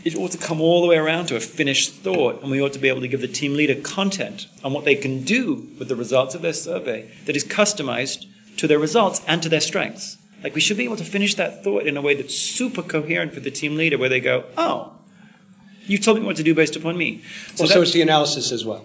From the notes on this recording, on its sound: at the 2015 SHRM annual conference